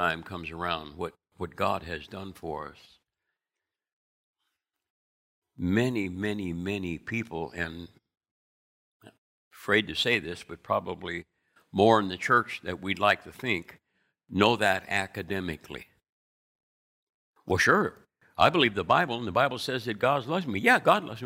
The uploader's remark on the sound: Recorded from South Gate Fellowship in Duncanville, TX on Sunday, October 3, 2021.